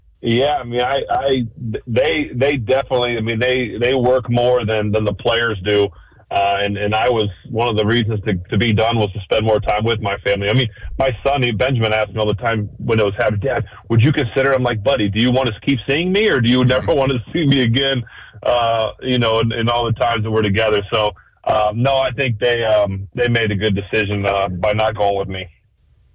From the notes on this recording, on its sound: called in so give his congratulations